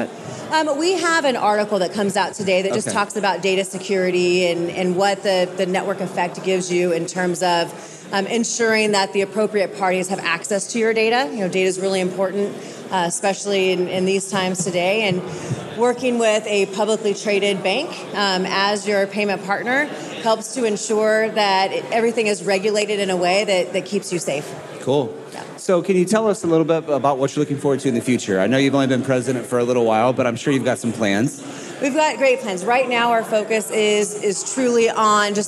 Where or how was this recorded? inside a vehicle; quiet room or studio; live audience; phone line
live audience